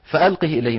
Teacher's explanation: بإسكان الهاء وصلا ووقفا. إذن لو وصلناها فألقه إليهم، ولو وقفنا عليها أيضا فألقه.